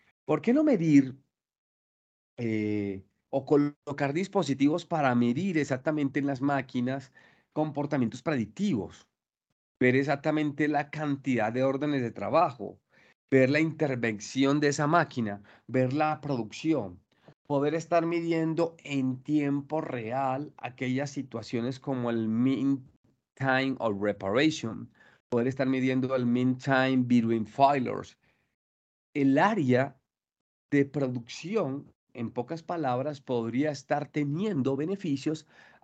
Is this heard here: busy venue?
no